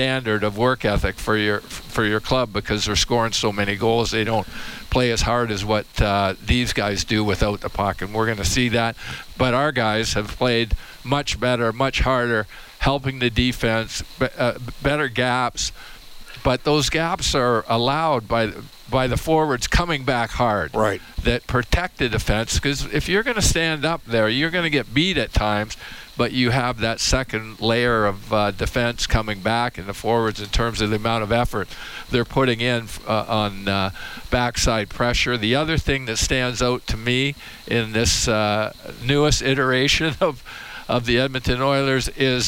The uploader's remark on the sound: Live from Rogers Place